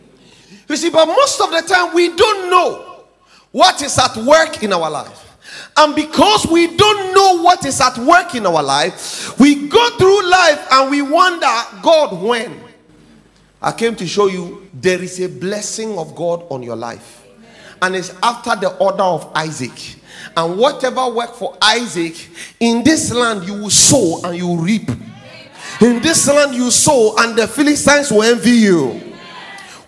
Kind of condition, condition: setting, large echoing room